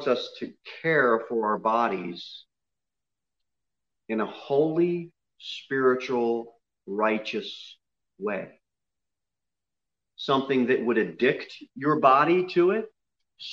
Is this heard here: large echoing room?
yes